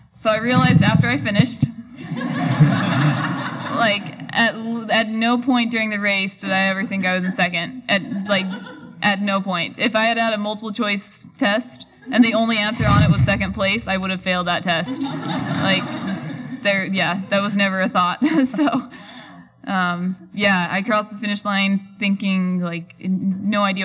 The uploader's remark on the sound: We recorded this podcast in front of a live audience back back in early July at the Sports Basement in San Francisco. Before we opened it up to audience Q&A.